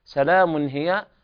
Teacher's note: إظهار حلقي لوقوع الهاء بعد التنوين